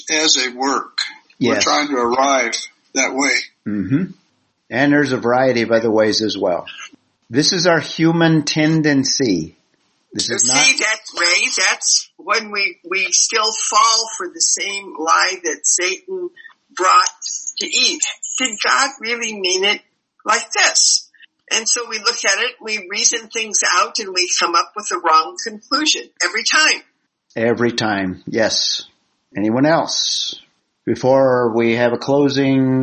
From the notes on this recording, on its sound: This was our 13th Zoom meeting.